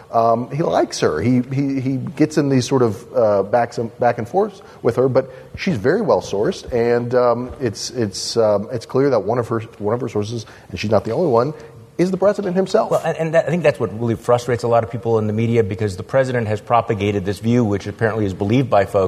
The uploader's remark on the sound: Live From the TWS Midwest Conservative Summit!